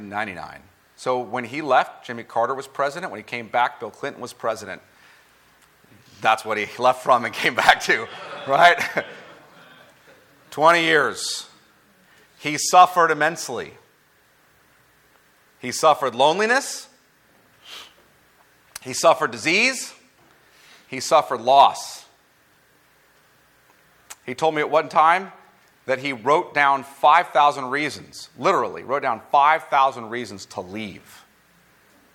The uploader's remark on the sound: At the Founders “The Gospel and Justice“ National conference in Louisville, Kentucky.